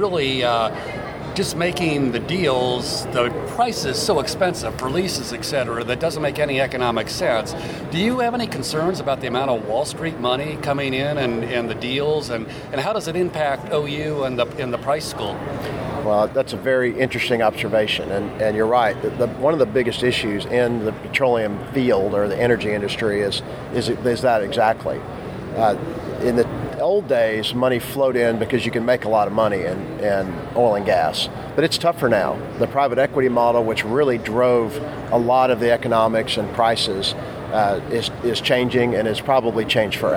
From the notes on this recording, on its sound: Live from the NAPE Summit 2019.